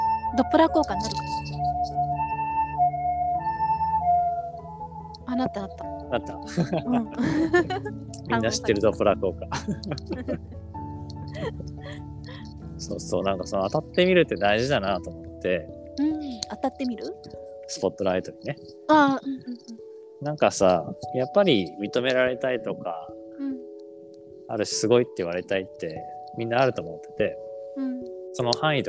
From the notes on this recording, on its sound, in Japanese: 最寄駅から歩きながら。